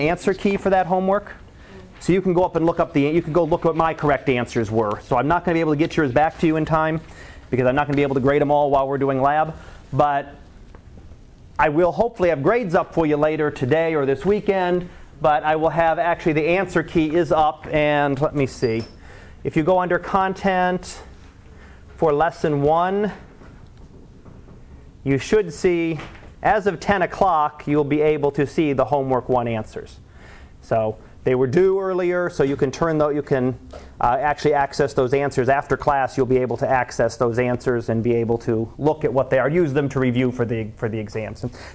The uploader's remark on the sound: Live Class Lecture.